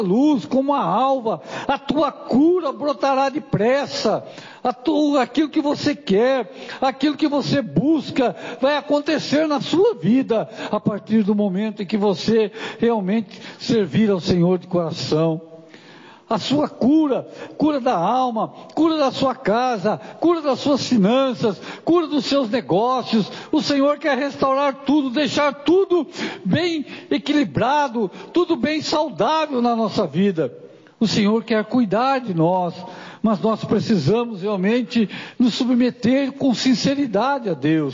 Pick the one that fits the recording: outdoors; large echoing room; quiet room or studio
large echoing room